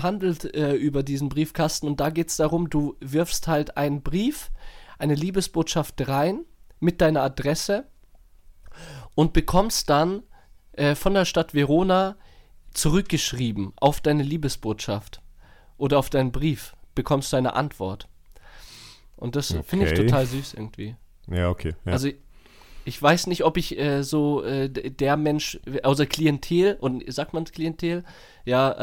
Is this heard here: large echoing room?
no